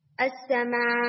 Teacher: जैसे for example अस्समा, यानी इस तरह से आपने हमजा बोला और हमजा बोलने के फौरन बाद आपने क्या किया, उसको रिलैक्स कर दिया, और तो जब आपने उसको रिलैक्स किया उसमें एयर आ गई। अस्समा ये नहीं होना चाहिए, ठीक है। · Term: हम्स